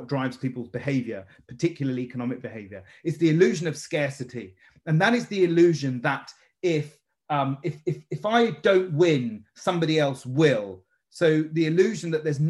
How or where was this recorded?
video call